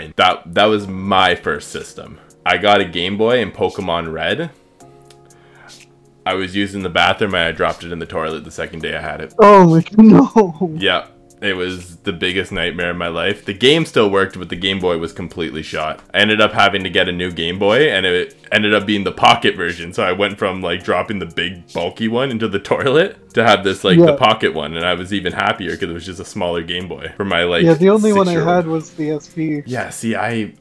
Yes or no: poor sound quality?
no